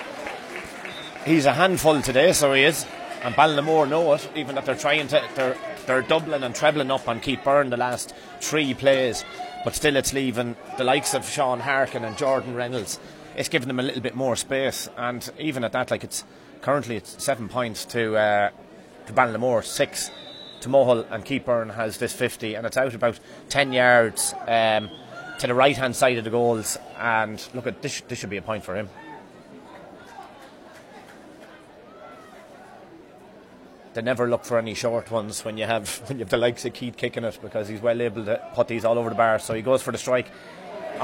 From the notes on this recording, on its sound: Live Commentary of the Leitrim GAA Senior Football Championship Final 2021. In Avant Money Pairc Sean MacDiarmada, Carrick on Shannon.